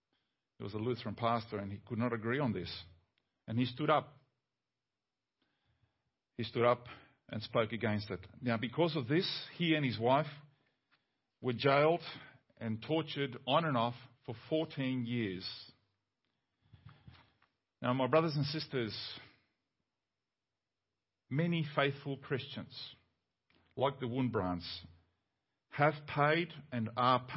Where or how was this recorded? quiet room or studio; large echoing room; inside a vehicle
large echoing room